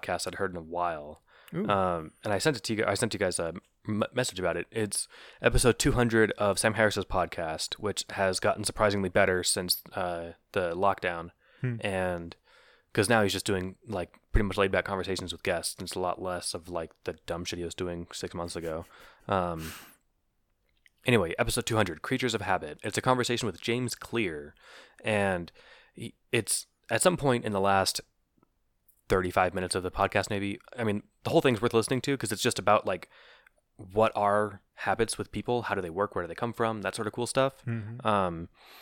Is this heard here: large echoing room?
no